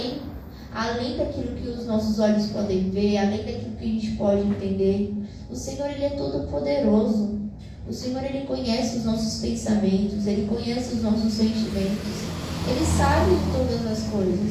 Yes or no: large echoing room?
yes